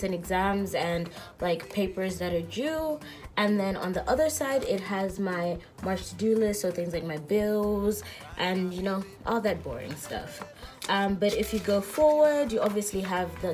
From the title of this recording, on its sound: Insta live Audio